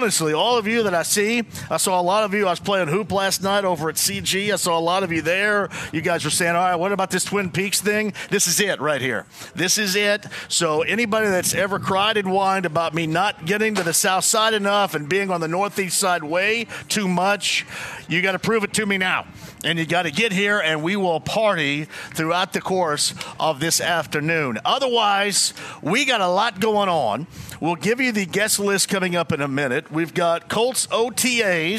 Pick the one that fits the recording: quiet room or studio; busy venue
busy venue